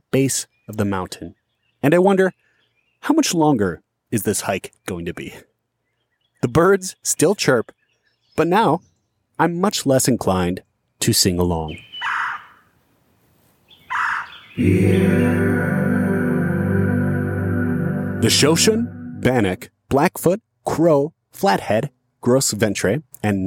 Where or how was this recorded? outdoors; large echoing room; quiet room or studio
outdoors